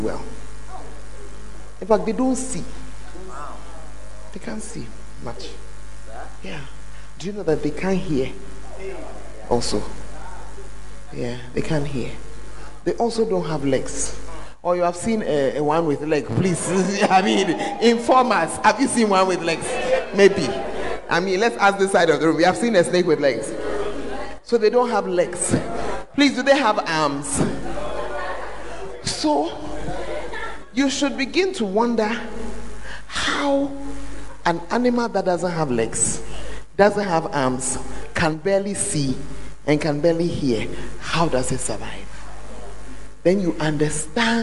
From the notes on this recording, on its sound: Preached at the Tuesday Service